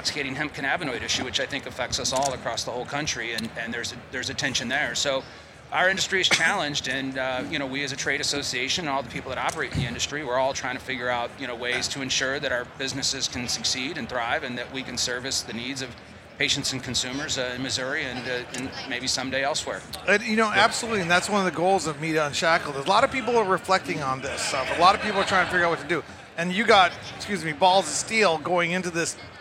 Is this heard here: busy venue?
yes